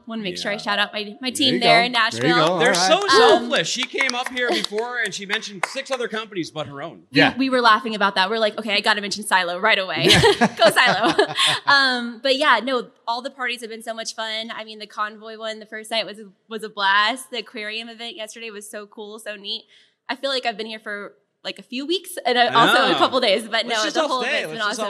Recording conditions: busy venue